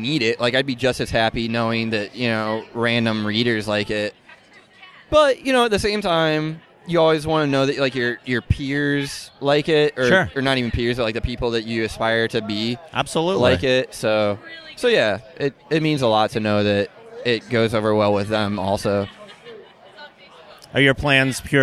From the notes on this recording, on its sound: Interviews from Boston Comic Con 2013